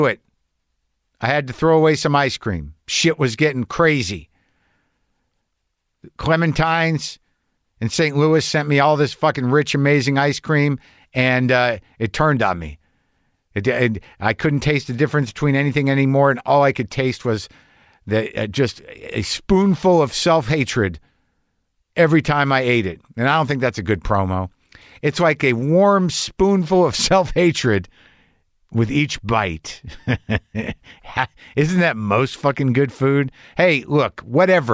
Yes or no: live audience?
no